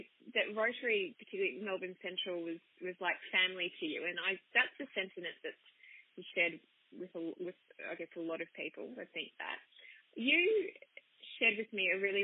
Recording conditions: phone line